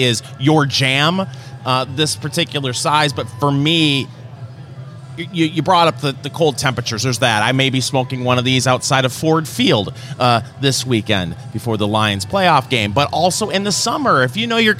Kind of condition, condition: setting, busy venue